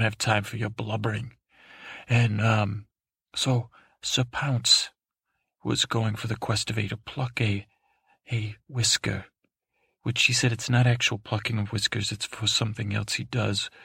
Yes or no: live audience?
no